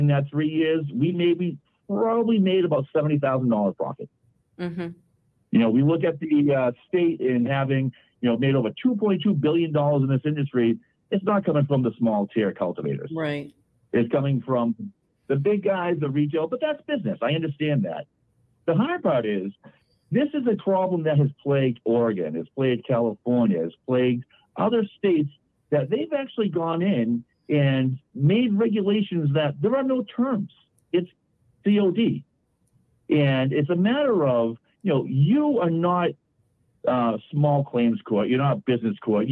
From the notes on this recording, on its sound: We also take phone calls from RiverRun Gardens owner.